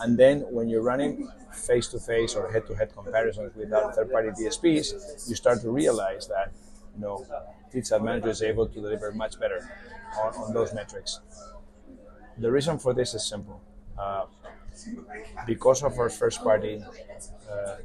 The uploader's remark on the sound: Live in Cannes Lions Festival 2023